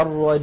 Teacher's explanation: نلاحظ أننا قلنا الرجيم، سددت الأنف الآن ولم يتغير الصوت، فنطقنا كان بياء صحيحة خالية من الغنة